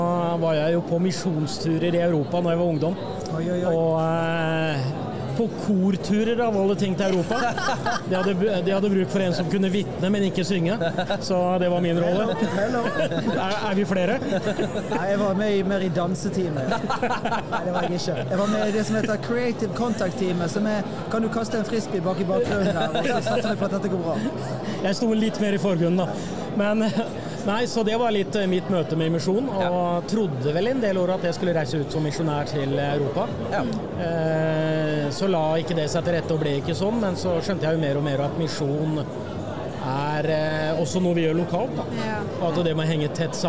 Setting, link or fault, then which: setting, busy venue